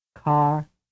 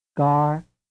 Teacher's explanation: In the word car, the sound type in question is aspirated, but in the word gar, it is not aspirated.